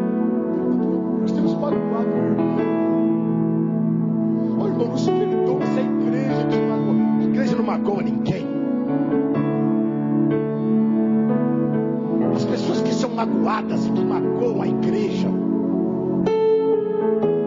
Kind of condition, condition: setting, large echoing room